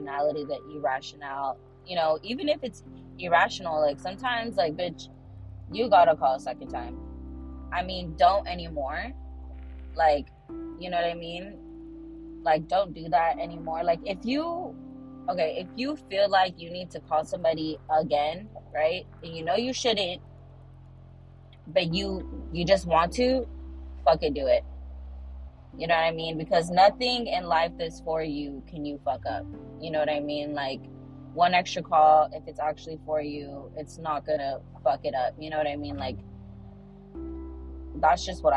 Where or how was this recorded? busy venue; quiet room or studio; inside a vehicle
inside a vehicle